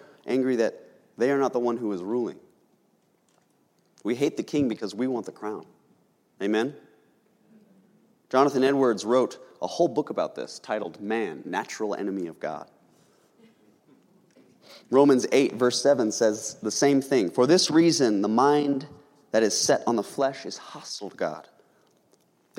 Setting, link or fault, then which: setting, large echoing room